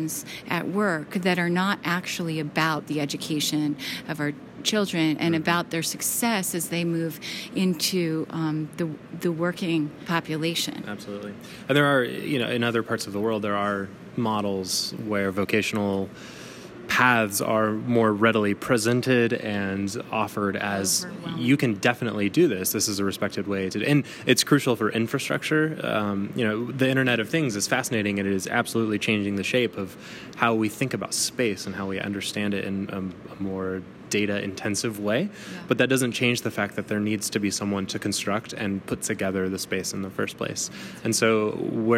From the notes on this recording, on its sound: Live from the annual ASHRAE Conference and AHR Expo in Chicago. Live from the annual ASHRAE Conference and AHR Expo in Chicago.